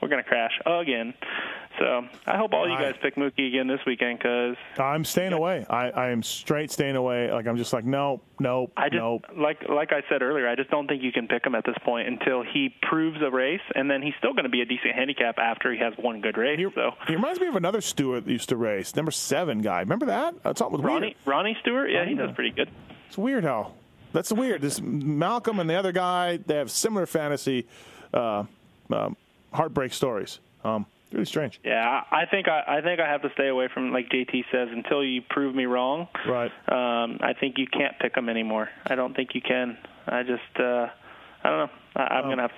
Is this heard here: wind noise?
no